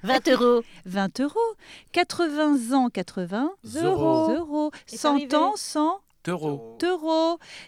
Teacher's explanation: il n'y a pas de H aspiré au début du nom euro. Donc merci de faire la liaison, et la bonne, après un nombre, comme vous le feriez pour le nom en.